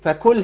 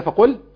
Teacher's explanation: القاف المضمومة لو تسهلنا فيها شوية تبقى كاف · Shown in: second take